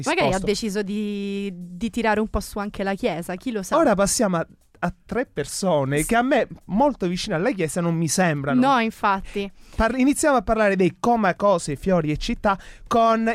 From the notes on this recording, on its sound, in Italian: Al telefono abbiamo anche avuto come ospite